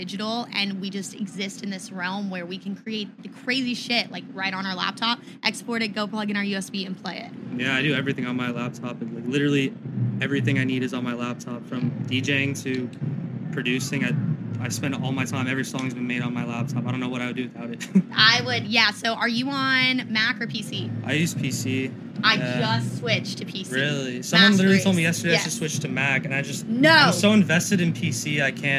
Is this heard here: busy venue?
yes